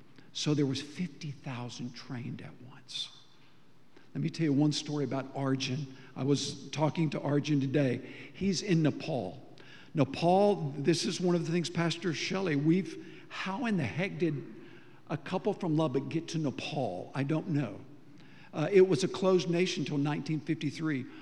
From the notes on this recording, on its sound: Recorded live during our Wednesday night service